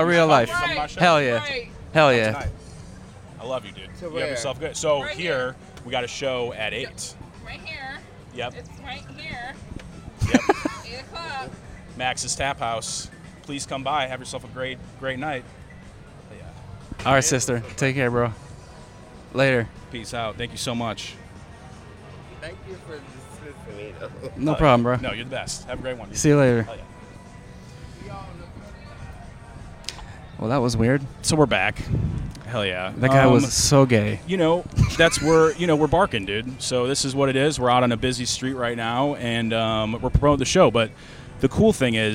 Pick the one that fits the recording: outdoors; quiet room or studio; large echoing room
outdoors